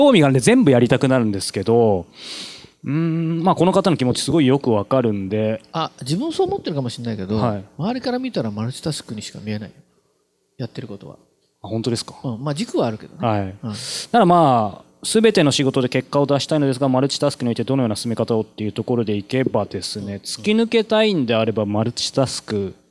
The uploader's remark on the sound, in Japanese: 大阪公開収録